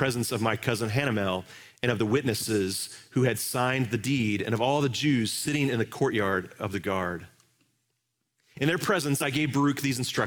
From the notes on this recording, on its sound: Live from our Celebration Ministry Center